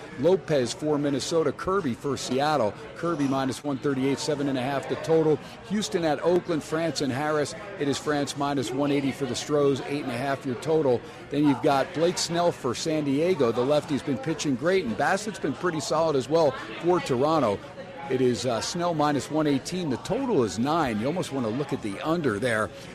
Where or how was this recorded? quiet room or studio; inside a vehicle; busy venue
busy venue